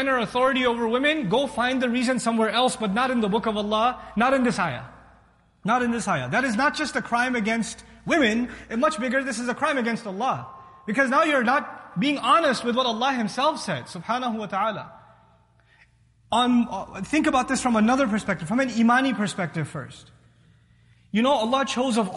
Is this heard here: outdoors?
no